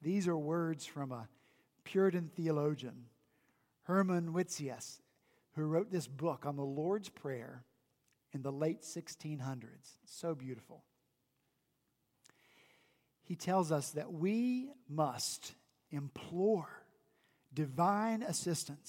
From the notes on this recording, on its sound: At Redeemer Presbyterian Church in Charleston, SC